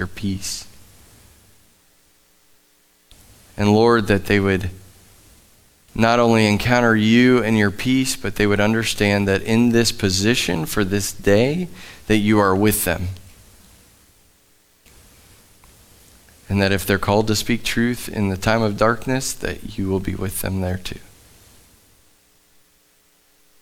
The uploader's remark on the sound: Live from The Summit Church in Dover, OH